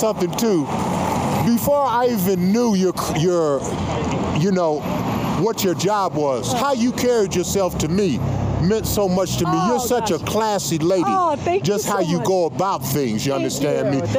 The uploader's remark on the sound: Sorry for the sound quality, this recording was done live, with traffic going.